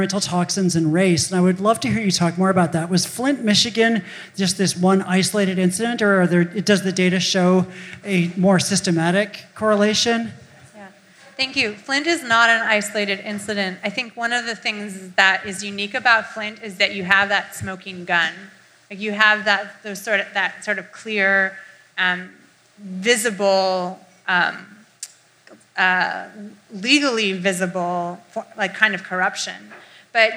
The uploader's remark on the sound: Recorded live June 21, 2017 at Eli's Mile High Club in Oakland, CA.